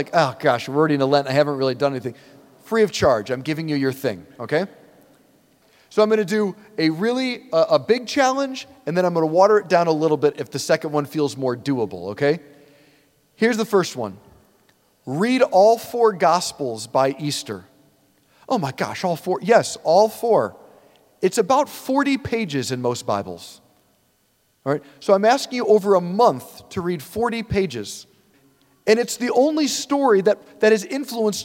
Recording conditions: large echoing room